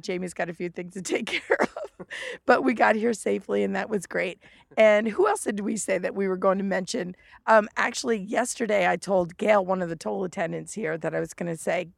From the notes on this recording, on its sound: Live from the road: Actually, live from the lake: Table Rock Lake in Missouri.